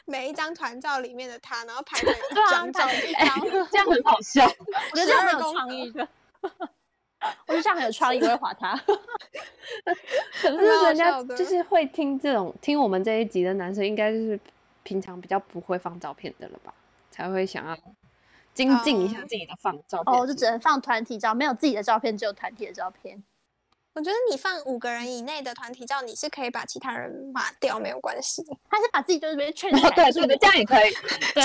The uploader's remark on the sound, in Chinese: 本集為第一次遠距錄音。音質不好請見諒！